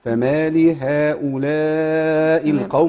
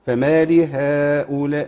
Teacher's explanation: الأولى يجوز فيها القصر والتوسط أما الثانية فلا يكون فيها إلا التوسط لحفص يعني لو بقرأها بالتوسط أقول كده فما لهؤلاء لو بقصر فما